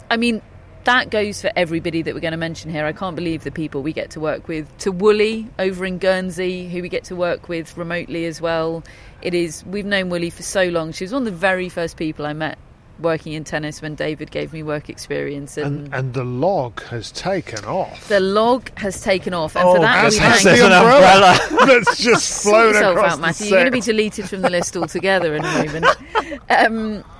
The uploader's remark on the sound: Live from Wimbledon Day 14